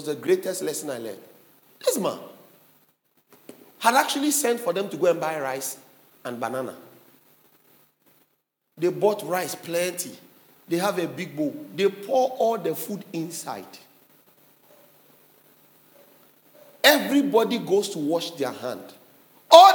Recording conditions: large echoing room